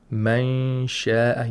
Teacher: You have to approximate the place of articulation of sheen and at the same time make nasal sound for 2 vowel counts. · Term: ikhfa